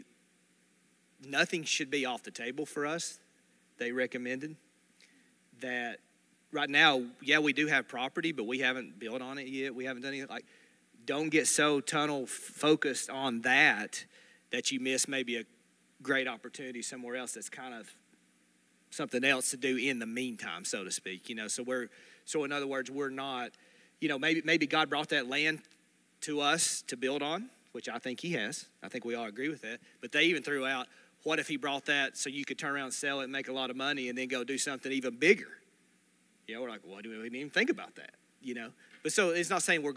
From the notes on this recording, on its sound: This recording was taken from a Sunday morning Gathering on October 2, 2022.